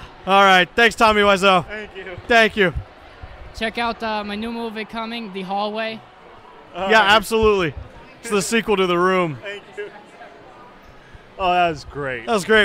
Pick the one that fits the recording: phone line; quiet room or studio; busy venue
busy venue